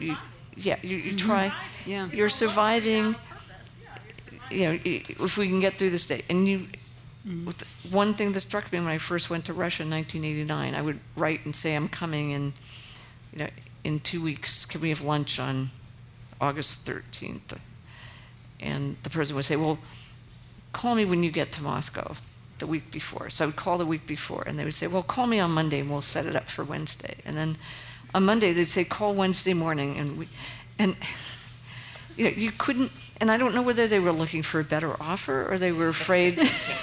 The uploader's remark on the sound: The Long Now Foundation's “Conversations at The Interval” Salon Talks. These hour long talks are recorded live at The Interval, our bar, cafe, & museum in San Francisco.